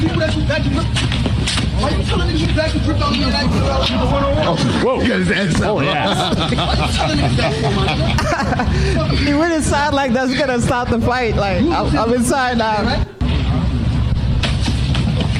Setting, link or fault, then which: setting, busy venue